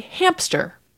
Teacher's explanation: there's a phonological reason when you go from the M to the S that you could get a P sound · Term: insertion of a sound